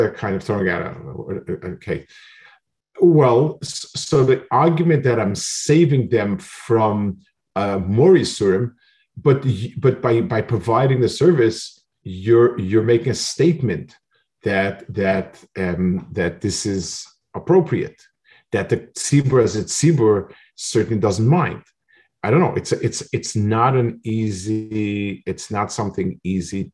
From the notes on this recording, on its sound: This shiur take place over Zoom on Motzei Shabbos.